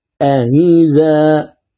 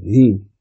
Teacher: حكمها تحقيق الأولى وتسهيل الثانية وجها واحدا. إذن أقول أئذا، بما أنها مكسورة أقرأها بين الإي والي فأقول هي.